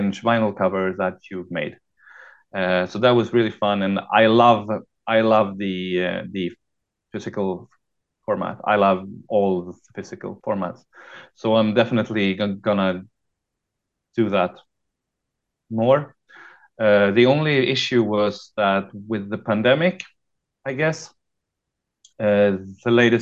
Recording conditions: video call